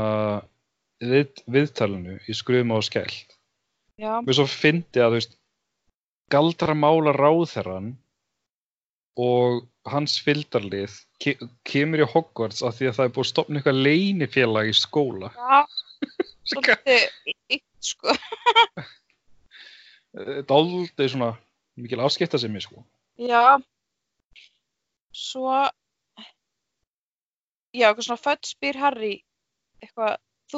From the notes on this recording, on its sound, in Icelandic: hittast á Skype